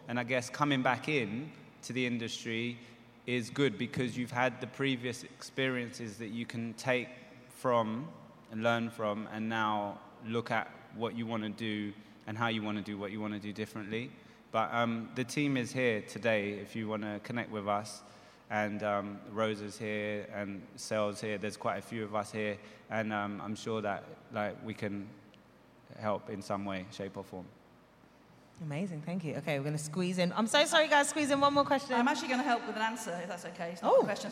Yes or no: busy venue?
yes